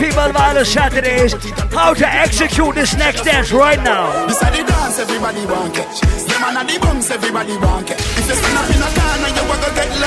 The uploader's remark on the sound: LIVE AT ISLAND SATURDAYS